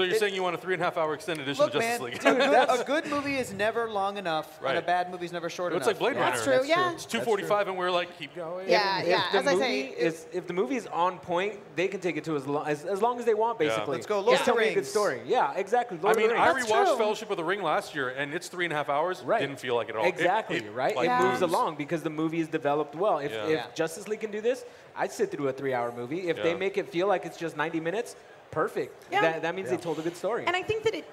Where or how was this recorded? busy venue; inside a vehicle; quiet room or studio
busy venue